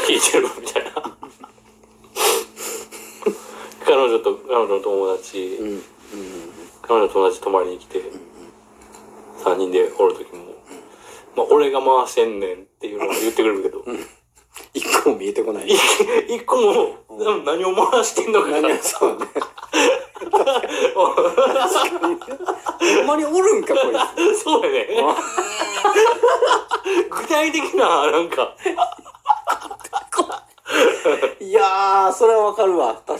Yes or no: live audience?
no